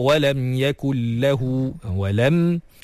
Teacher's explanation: Masukkan sahaja nun ke dalam lam tanpa memanjangkan gunnah dia. · Term: idgham bila gunnah